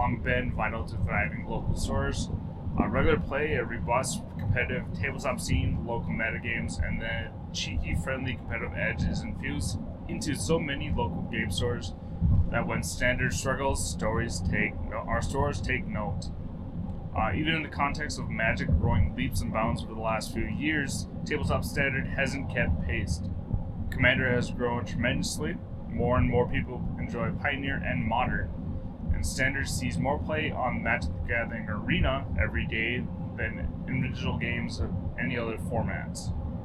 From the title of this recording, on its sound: Driving Back From MagiCon Minneapolis